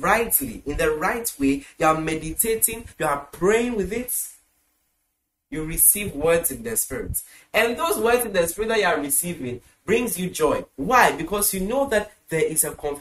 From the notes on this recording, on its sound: Preached at the The Super Wednesday Midweek Service, Accra, Ghana.